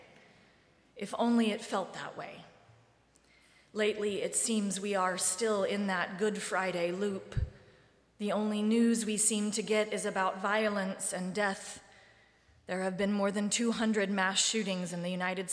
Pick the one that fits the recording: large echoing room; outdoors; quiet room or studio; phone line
large echoing room